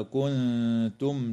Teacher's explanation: وتخفى النون الساكنة عند التاء مع الغنة مرققة في كلمة كنتم في الموضعين